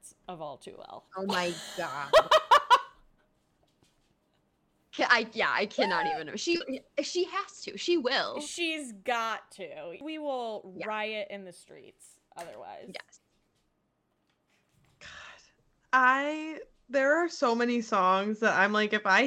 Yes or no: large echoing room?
no